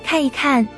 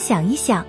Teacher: 在重叠动词中间一读轻声